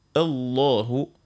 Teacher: هنا عندنا كيبدأ مسبوق، معناها مسبوق حرف اللام بفتحة أو ضمة، فنقوله الله، يعني نغلظوا الحرف ذاك، نفخموه · Term: تفخيم اللام